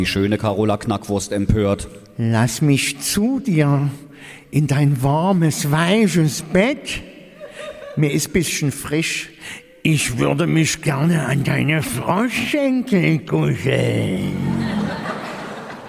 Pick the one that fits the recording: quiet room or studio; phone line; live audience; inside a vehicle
live audience